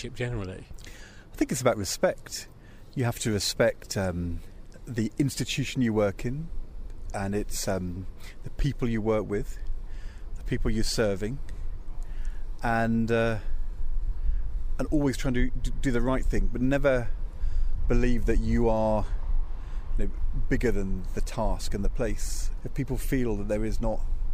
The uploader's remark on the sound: Inspiring Leadership Conference 2022, which took place in Birmingham. Interviews recorded during the conference.